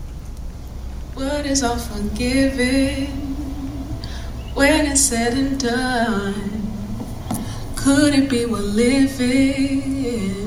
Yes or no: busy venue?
yes